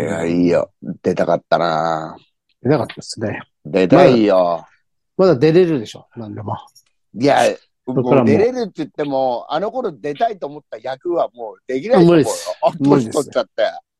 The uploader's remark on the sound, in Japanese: ZOOMで収録